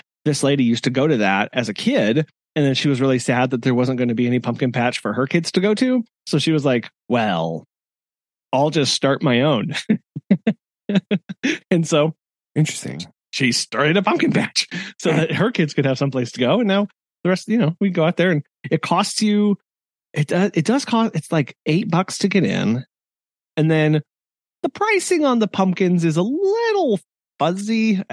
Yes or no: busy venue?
no